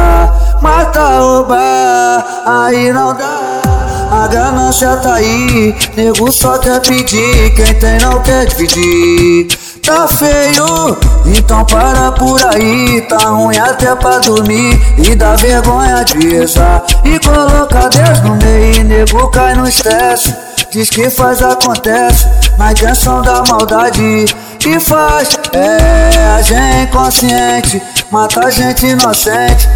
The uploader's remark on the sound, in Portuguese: MEGA AO VIVO NO BAILE DO CDB